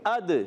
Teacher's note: بعض ہم ہر ساکن حرف ہوتا ہے نہیں ہلاتے، ہم نے یہاں کیا کہا، الف حمزہ کو لام سے ملانا اور لام کو نہیں ہلانا، یہاں لام کو نہیں ہلانا، مگر ہم یہاں کہہ رہے ہیں حمزہ کو دال سے ملانا اور دال کو ہلانا ہے، ہلانا ہے، آواز لوٹ کر آئے گی · Term: کلکلا